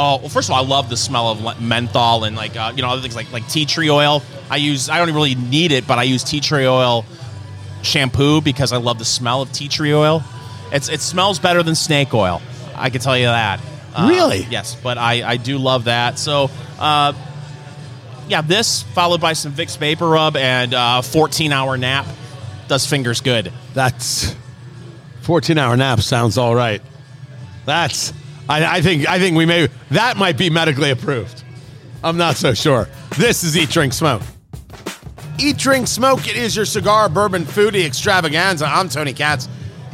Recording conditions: busy venue